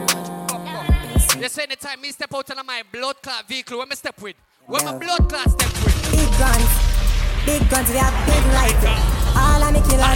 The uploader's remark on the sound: LIVE AUDIO SET FROM ISLAND BREAKOUT KAVOS 2023